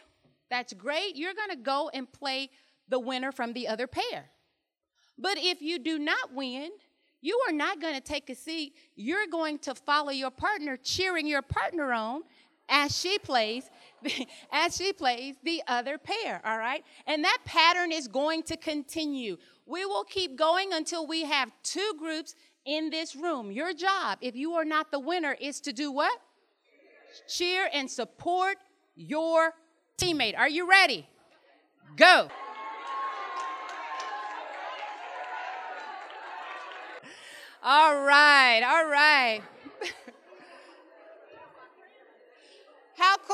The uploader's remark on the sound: The recording you are about to hear is a keynote from our Women in Education Leading and Learning Summit held on November 6 and 7, 2019.